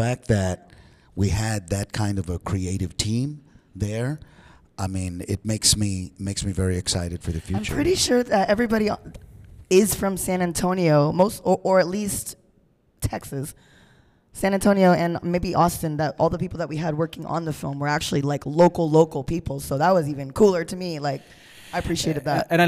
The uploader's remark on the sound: Live from the San Antonio Central Library for the Raza Cosmica Sci-Fi short film series.